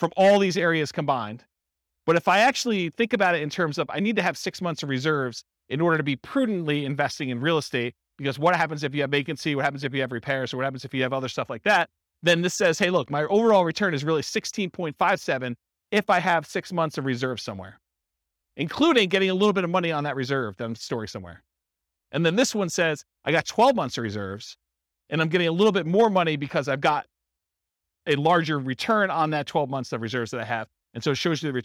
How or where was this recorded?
live audience